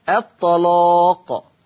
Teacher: حكم اللام التغليظ قولا واحدا، والسبب لأنها مفتوحة ومسبوقة أو وقبلها طاء مفتوحة